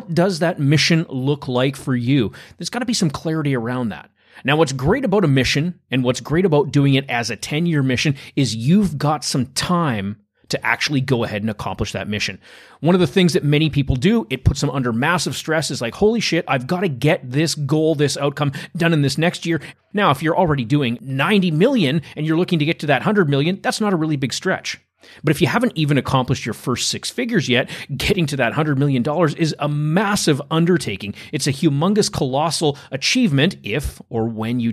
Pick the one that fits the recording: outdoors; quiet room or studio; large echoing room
quiet room or studio